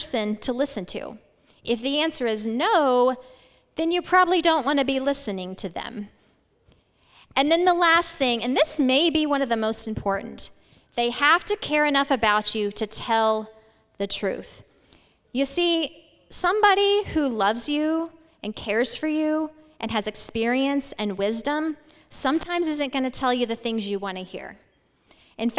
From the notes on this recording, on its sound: This message was presented live on May 3rd 2022. At Legacy Church in Hutto, TX.